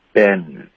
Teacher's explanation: Been,你发成了 been,用了后鼻音，应该是顶舌尖的 n